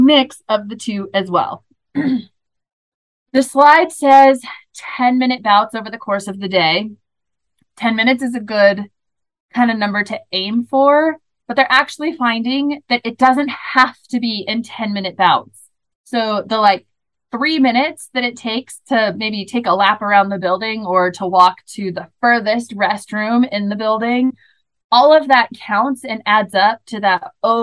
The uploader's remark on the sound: This is the audio from the webinar.